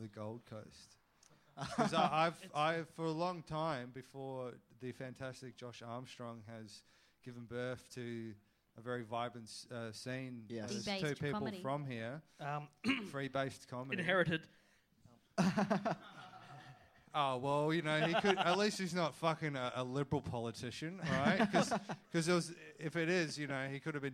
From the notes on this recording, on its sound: Things get very political and dark in front of the enormous audience that were around at SBC in Brisbane at 10:00pm on a Wednesday night.